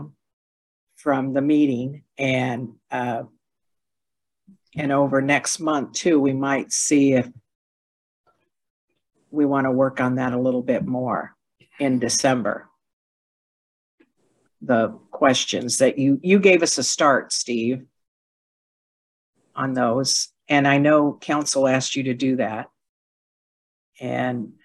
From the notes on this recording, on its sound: was held on Zoom